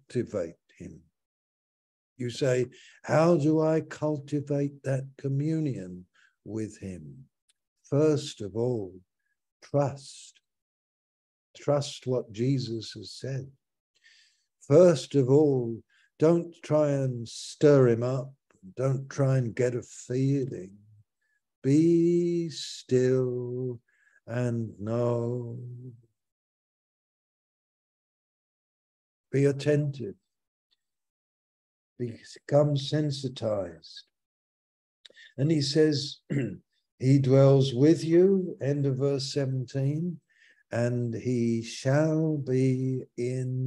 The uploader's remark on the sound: Malaysia Meets (Zoom)